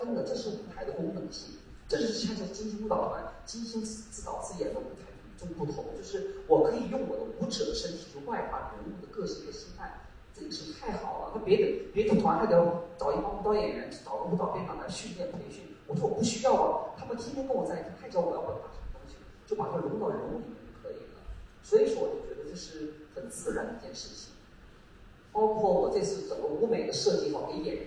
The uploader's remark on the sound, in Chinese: 第八届乌镇戏剧节。让我们一起走进乌镇戏剧节的现场。